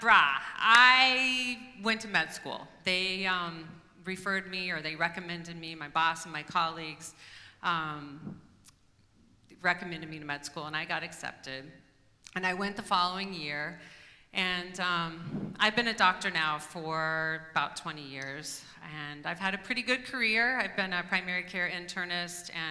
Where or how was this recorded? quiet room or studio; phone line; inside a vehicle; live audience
live audience